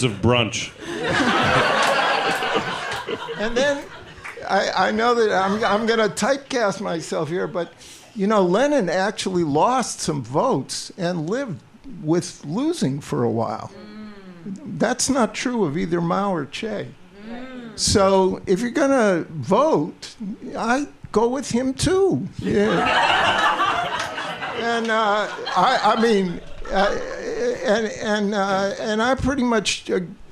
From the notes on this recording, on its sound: In the second live episode of The Bitchuation Room